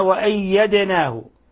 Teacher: الدال ساكنة فتحتاج إلى قلقلة